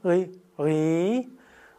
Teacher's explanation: das Ri wird gemacht, indem du die Zunge oben an den Gaumen nimmst und dann ist ein Zungen-R und dieses Zungen-R ist dann eben in der Mitte des Gaumens.